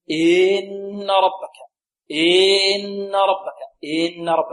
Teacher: بعض الطلاب بارك الله فيكم يمد كسرة الهمزة